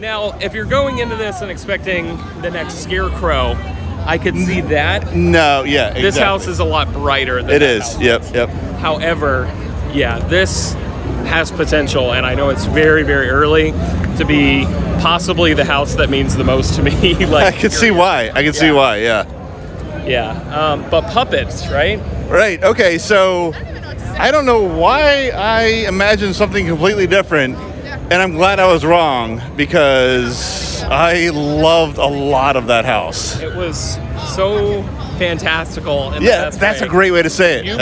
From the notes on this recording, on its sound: Record their walk throughs. HHN30 Opening Night Instant Reaction!